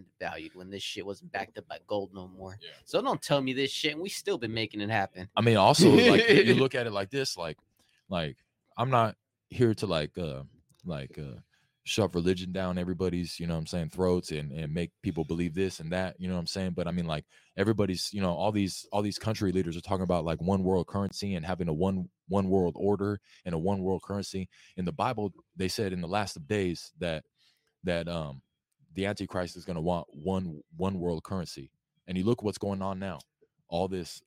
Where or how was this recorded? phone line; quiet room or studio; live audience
quiet room or studio